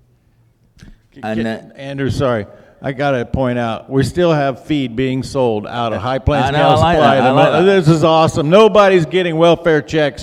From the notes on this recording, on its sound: The final live broadcast from Across the Pond Tour in Brush, CO.